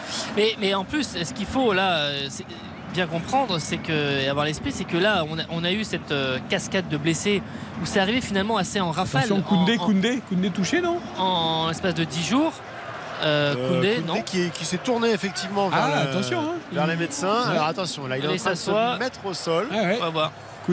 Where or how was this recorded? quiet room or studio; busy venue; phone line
busy venue